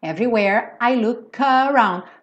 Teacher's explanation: Every, everywhere, para no where, com a língua enrolada, não vai até o E